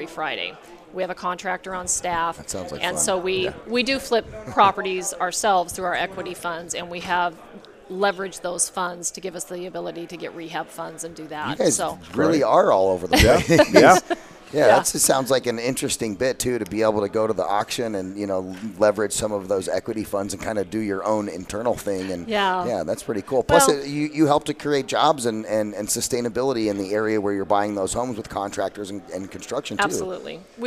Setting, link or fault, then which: setting, busy venue